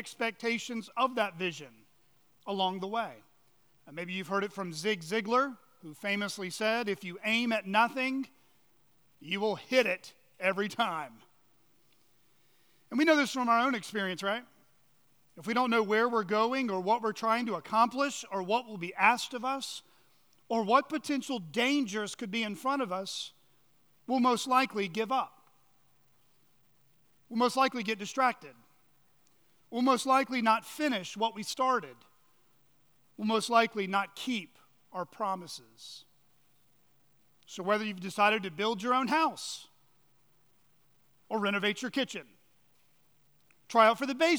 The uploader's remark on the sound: on the morning of March 19, 2023, at Chaffee Crossing Baptist Church in Barling, AR.